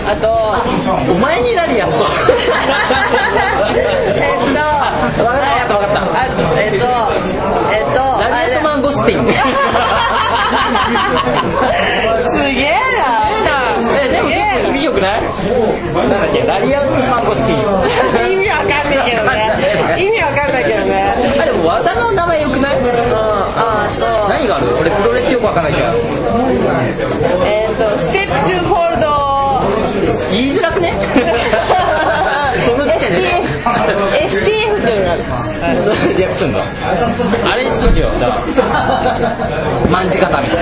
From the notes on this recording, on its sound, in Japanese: 某立ち飲み屋で「いざかや～ん相談室」に代わる新コーナー「5 Minute」というタイトルが決まるまでの様子を収録しました。